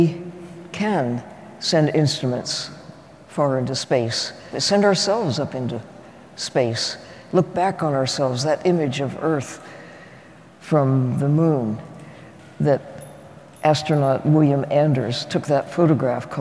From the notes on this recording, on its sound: Another live taping of The Show About Science. This episode was recorded in front of a live audience at Fort Mason in San Francisco. Everyone at the Coal+Ice Festival.